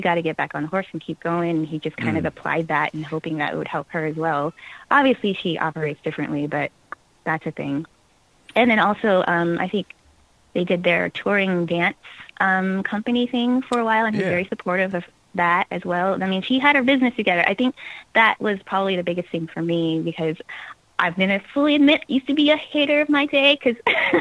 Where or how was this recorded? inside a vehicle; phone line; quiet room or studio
phone line